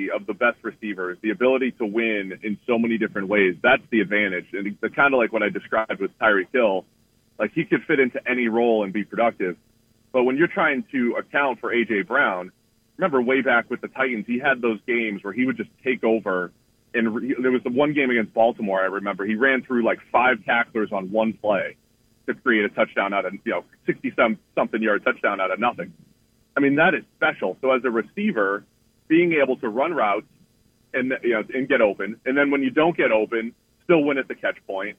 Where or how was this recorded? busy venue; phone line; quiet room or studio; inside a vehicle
phone line